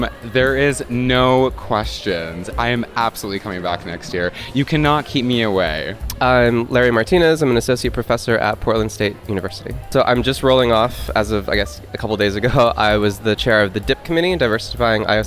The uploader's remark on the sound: A Marathon of Conferencing at SIOP 2023. Interviews attendees and presenters at the 2023 Annual Conference of the Society for Industrial and Organizational Psychology, held in Boston.